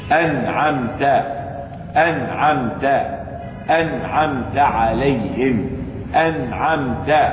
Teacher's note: إظهار حلقي لوقوع العين بعد النون الساكنة